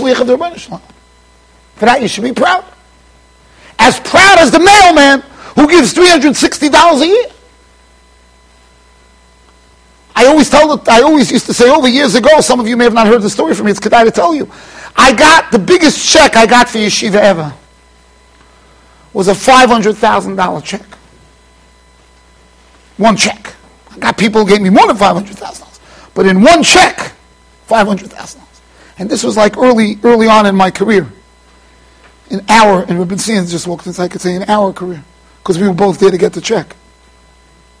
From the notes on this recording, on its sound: Shiur recorded in Yeshivas Ohr Reuven, Monsey NY.